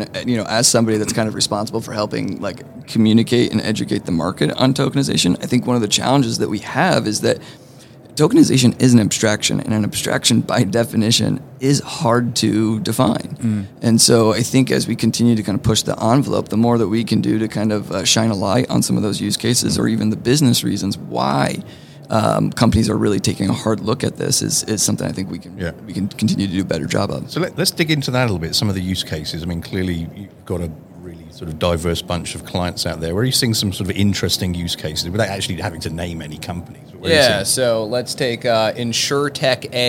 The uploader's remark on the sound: This was recorded at the Money20/20 Show in October 2022